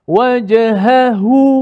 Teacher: Hu kedua tu ditekankan lagi daripada hu, ha yang pertama. Supaya tak nampak lemah. Nampak dua ha kat situ.